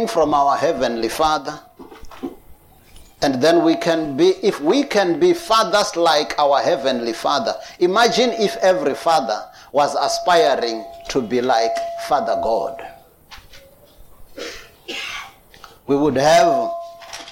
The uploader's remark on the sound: preached at Jesus the Saviour Church, 185 Bobs Way, Eersterivier, Cape Town on 19th June 2022